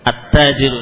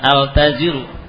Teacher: at-tajiru dibaca bukan al-tajiru, at-tajiru. At-tajiru dan as-sariru. Lamnya tidak dibaca. · Shown in: first take · Term: syamsiah